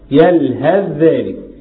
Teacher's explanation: نضغم الثاء في الذال. هو في وجه آخر مفهوش إضغام، ليس لك إلا الإضغام إذا قصرت المنفصل.